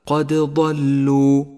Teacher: فلا إدغام بين الدال والضاد، قد ضلوا. لاحظ اللام الشمسية في كلمة والزيتون والرمان، لونت اللام في هاتين الكلمتين بالرمادي لأنها لا تلفظ، فهي لام شمسية تكتب ولا تلفظ. · Term: قلقلة